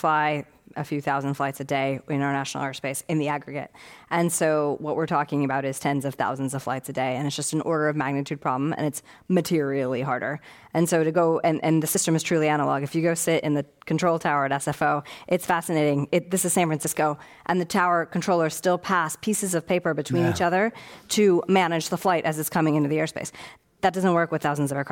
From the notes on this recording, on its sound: This program was recorded in front of a live audience at The Commonwealth Club of California in San Francisco on August 20th, 2019.